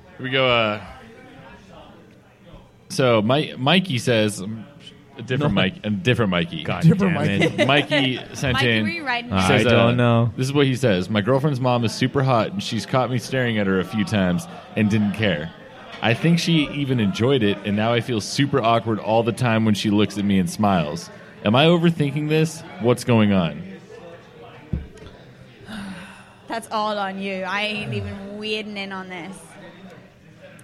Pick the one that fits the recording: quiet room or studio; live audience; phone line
live audience